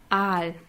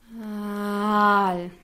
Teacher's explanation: bei dem Wort Aal haben wir im Deutschen eigentlich diesen harten Stimmeinsatz · Shown in: first take